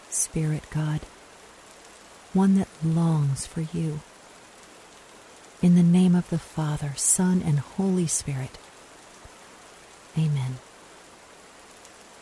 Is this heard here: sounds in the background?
yes